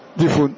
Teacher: نحرك الفاء بحركة الهمزة ونحذف الهمزة